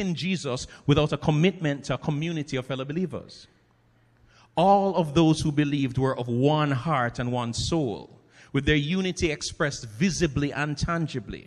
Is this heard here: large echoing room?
yes